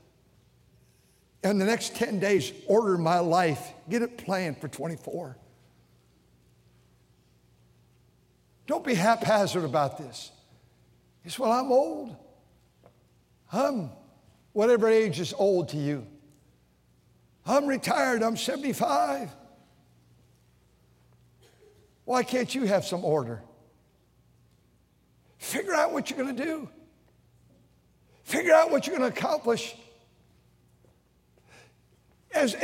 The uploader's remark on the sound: during the Sunday Evening service on November 5, 2023, at North Valley Baptist Church in Santa Clara, California